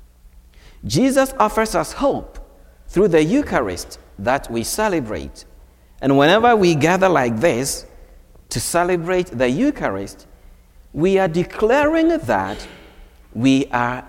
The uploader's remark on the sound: Recorded on Saturday, June 17, 2023 at Holy Spirit Catholic Church in Creston, Iowa.